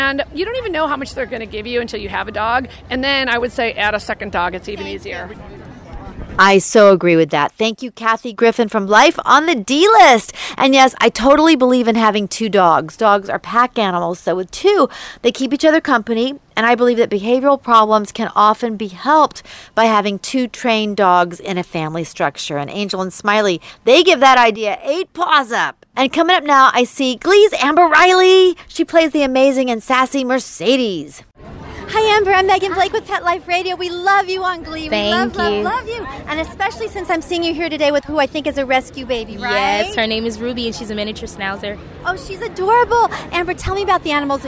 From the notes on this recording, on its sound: We are LIVE on the Red Carpet!